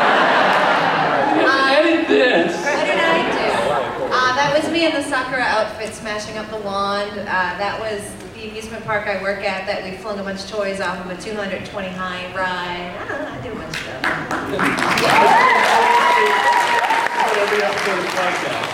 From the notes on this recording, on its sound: Back at Anime Boston with a better blender and a softer toy, we're out for revenge! This episode is also the first time four Chibi Project scientists have assembled together.